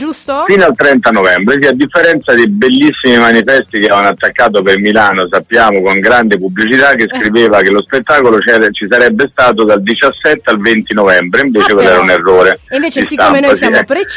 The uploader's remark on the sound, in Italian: In occasione dello spettacolo "Forbici e Follia" a Milano. Al telefono. Su RadioDanza.